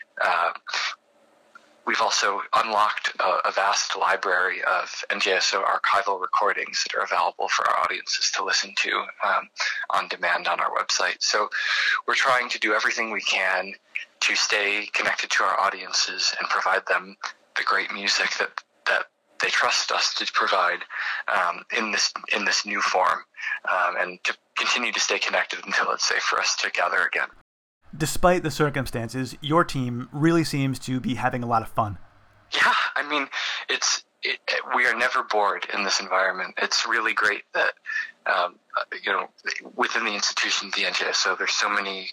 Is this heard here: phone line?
yes